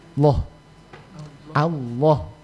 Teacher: Jadi ditebalkan huruf lam pada kata Allah itu sehingga betul-betul orang menyebutnya Allah.